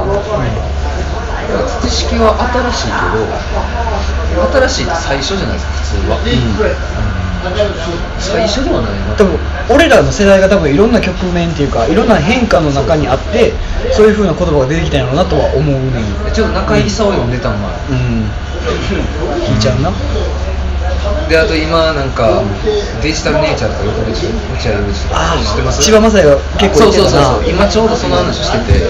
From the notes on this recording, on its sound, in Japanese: トークイベント後の打ち上げにて。